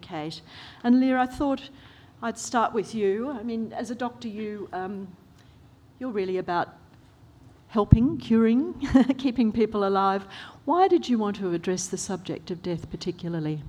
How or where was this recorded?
live audience